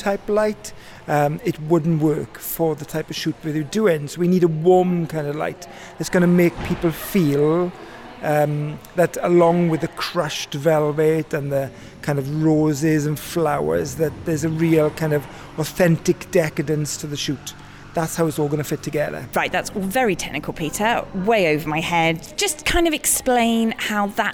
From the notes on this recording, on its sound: We're out on location